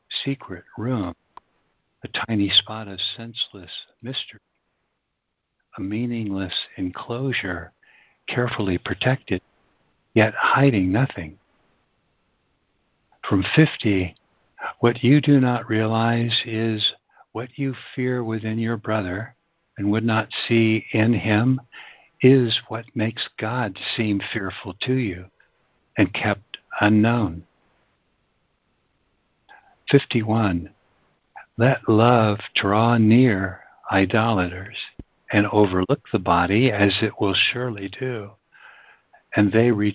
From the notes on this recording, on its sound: ACIM Daily Conference Call.